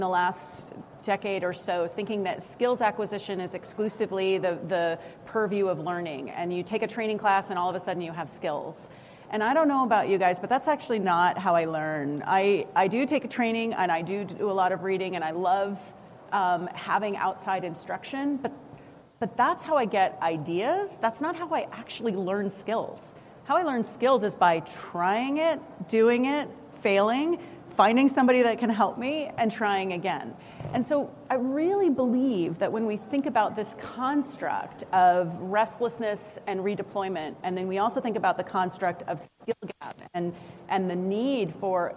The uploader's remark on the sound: Live with SAP from the HR Technology Conference